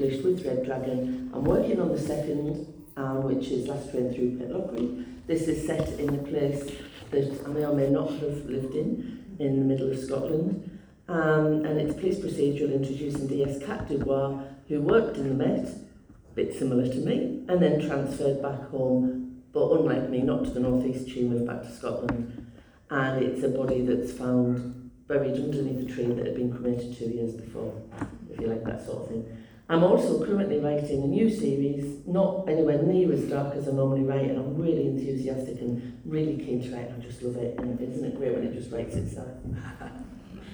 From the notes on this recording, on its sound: The third panel from The Darkside of Brighton book festival held at the Old Ship Hotel in Brighton on 28th October 2023